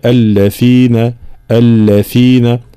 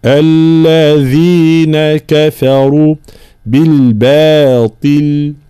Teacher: الذال هذه فيها صفة الرخاوة والجهر، فلا نجعلها شبيهة بحرف الثاء · Shown in: second take